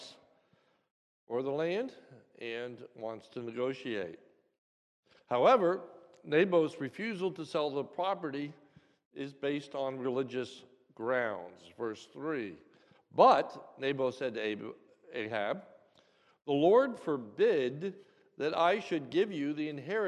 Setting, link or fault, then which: setting, large echoing room